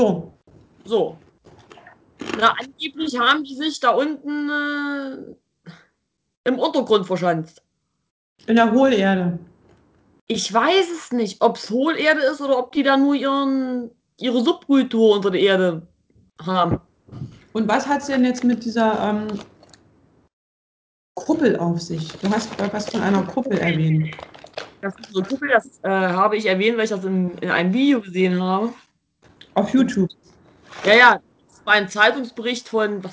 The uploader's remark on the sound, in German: Meine Schwester und ich skypen.